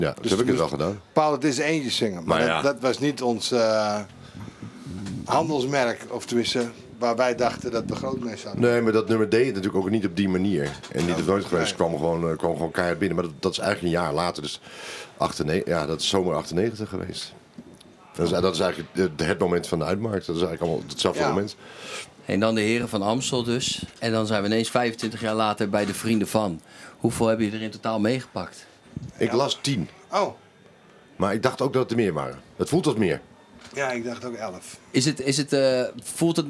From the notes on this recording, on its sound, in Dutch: De laatste aflevering van dit seizoen vanuit de Kleinste Kroeg tijdens De Vrienden van Amstel LIVE.